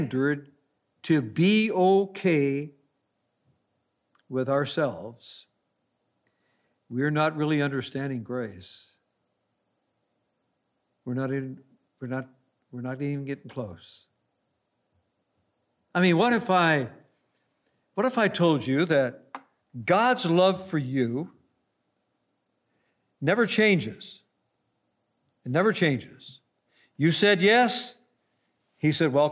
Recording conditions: large echoing room